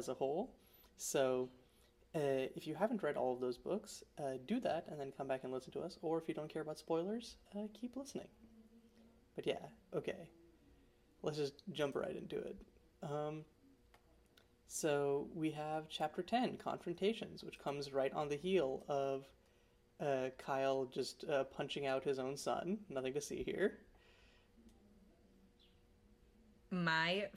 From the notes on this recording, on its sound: We lost our original audio for this episode, so if we sound a little quieter/jankier than usual, that'd be why!